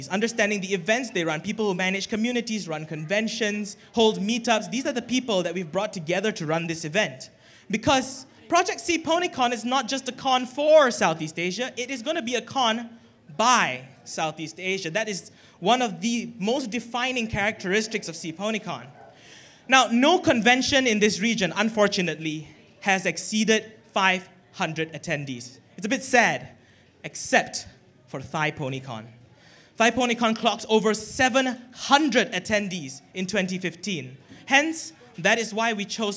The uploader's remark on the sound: recorded during PHPonyCon at the Megatrade Conference Centre in Manila, The Philippines on 16 October 2016